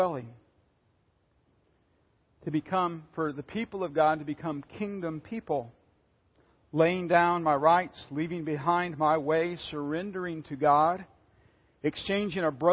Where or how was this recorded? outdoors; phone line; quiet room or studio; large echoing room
large echoing room